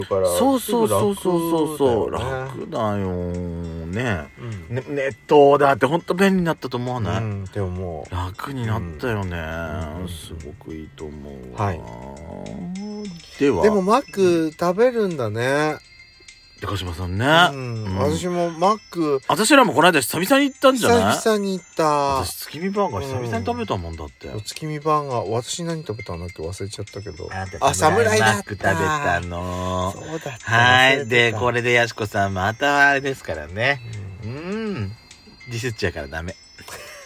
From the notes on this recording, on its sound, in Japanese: パーキング収録